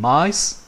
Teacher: For the m consonant, we block the airflow in our mouth by pressing both lips together firmly. The air will pass through our nose. · Term: nasal consonants